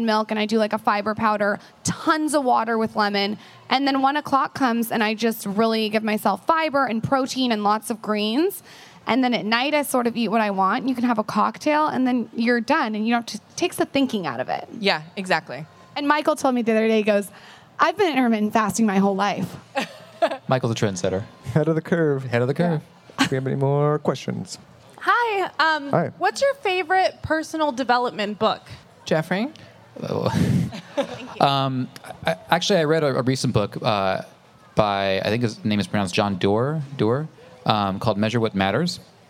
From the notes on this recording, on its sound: we pull audio from our live event at The Grove in LA